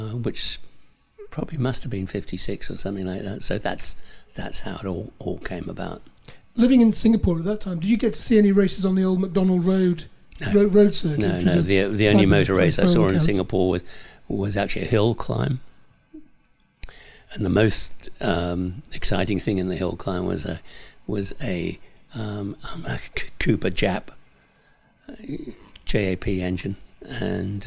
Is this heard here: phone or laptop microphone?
no